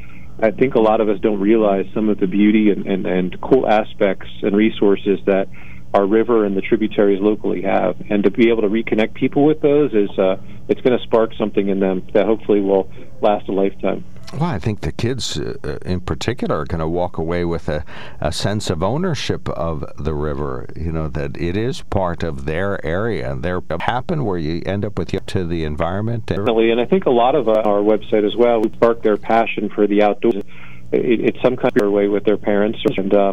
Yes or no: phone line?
yes